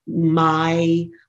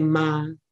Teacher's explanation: we make a pure vowel out of a diphthong · Shown in: second take